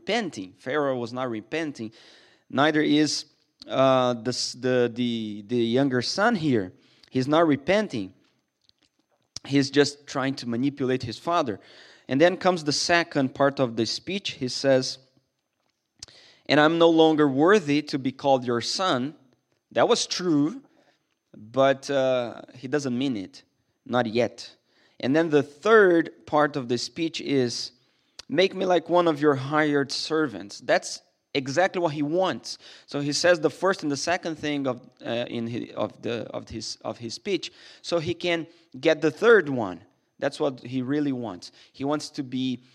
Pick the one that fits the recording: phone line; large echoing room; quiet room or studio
large echoing room